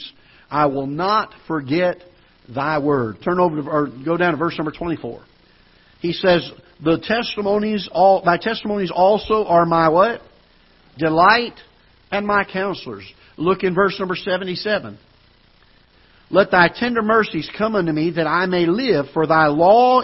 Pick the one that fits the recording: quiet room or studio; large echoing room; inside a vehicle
large echoing room